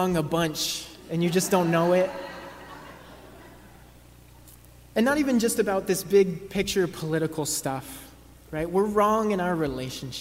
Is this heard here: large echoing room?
yes